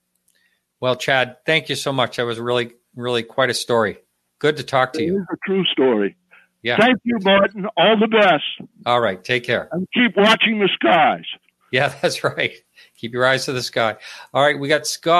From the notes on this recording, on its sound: Listener call-in show. KGRA Radio.